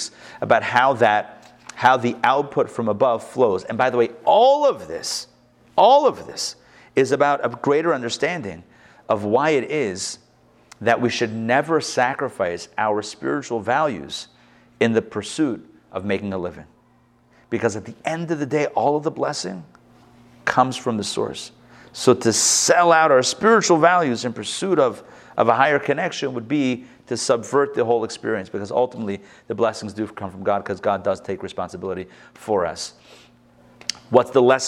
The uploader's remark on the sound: Recorded live at the Intown Jewish Academy